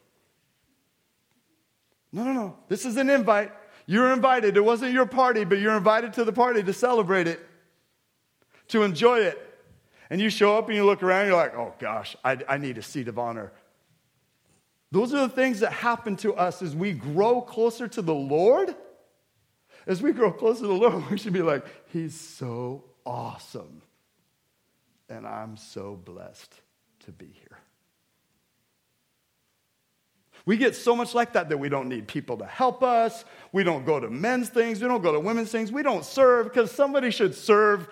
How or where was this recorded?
large echoing room